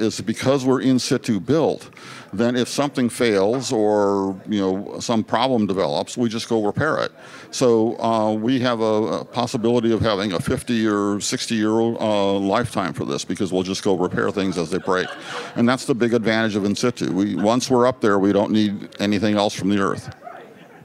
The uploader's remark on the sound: on a trip to the 2023 NASA Innovative Advanced Concepts (NIAC) Symposium in Houston, Texas.